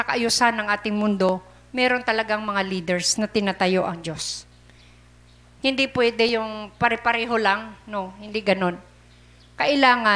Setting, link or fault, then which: setting, large echoing room